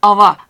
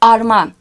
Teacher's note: merkez ağzında kelimelerdeki V ve H korunurken güney ağzında düşüyor